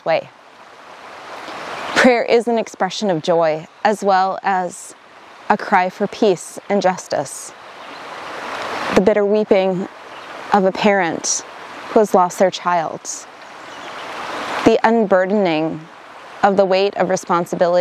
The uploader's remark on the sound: enjoying some time at Itasca State Park last weekend when she recorded this message